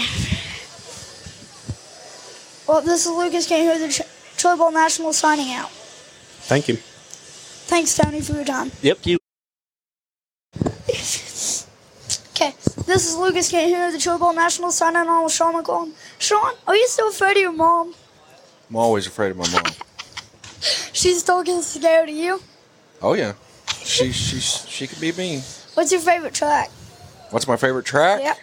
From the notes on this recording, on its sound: From the 36th annual Chili Bowl Nationals. Does a pit walk to catch up with drivers for some fun and random interviews.